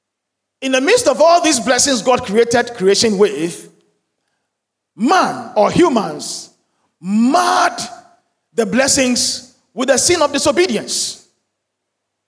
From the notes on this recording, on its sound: Sermon preached at CBC Shiashie Campus